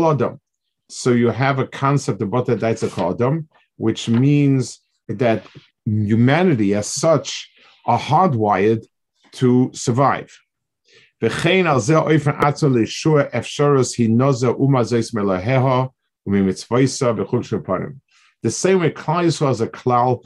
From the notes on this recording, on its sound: This shiur take place over Zoom on Motzei Shabbos.